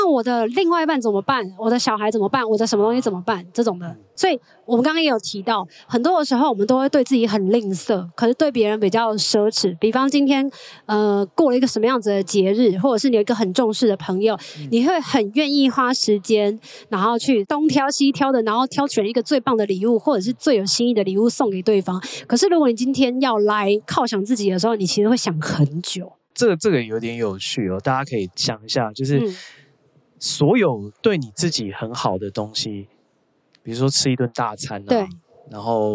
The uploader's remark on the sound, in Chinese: 帶大家到《好多好多唱談祭》戶外錄音